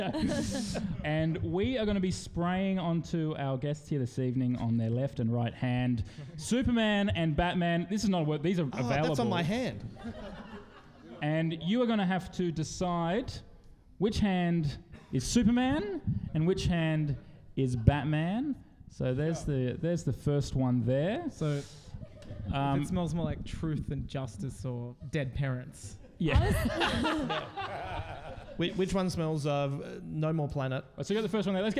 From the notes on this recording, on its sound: LIVE at Giant Dwarf. All recorded live in front a live audience live.